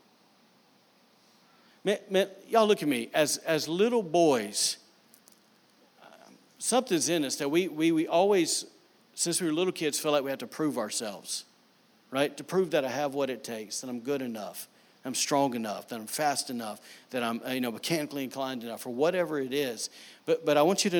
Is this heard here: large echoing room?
yes